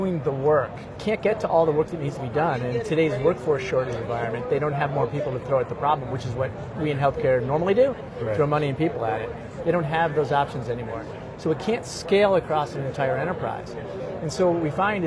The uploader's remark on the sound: Interview in Action live from ViVe 2023